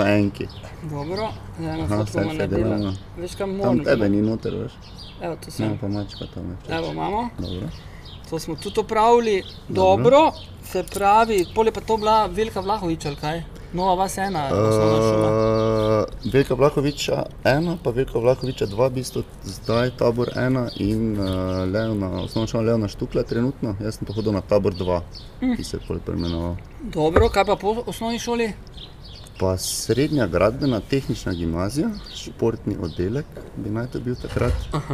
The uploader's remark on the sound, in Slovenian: na ulici pred hišo ter pred publiko